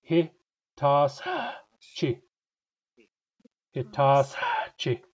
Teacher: The syllables in that first word are he, tas, chi. Notice that there's a back H in there.